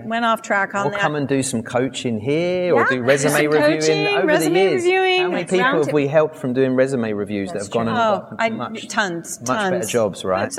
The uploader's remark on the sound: Recorded live at the recent ISC2 Security Congress, this panel discussion.